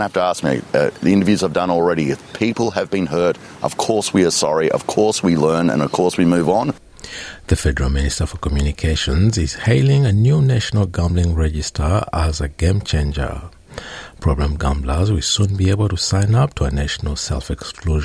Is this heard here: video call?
no